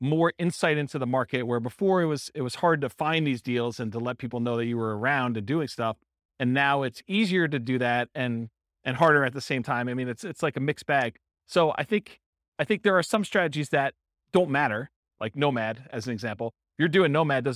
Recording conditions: live audience